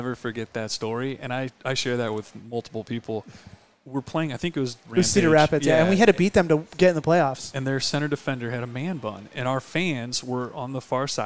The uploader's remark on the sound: Live from Utepils.